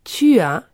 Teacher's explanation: Dans le cas de « tu as », il y a un hiatus « tu » qui se termine par la voyelle « u » et « a » qui commence par la voyelle « a ». Comme il y a un hiatus, donc une possible difficulté de prononciation pour les francophones, on fait l'élision « tu as » devient « ta ».